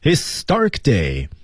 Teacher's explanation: historic 这个音要向上抬起来 historic day 音向上抬起来，强调这件事的重要性